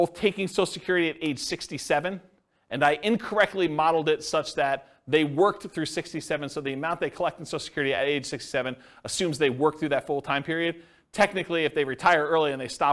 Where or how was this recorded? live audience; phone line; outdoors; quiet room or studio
live audience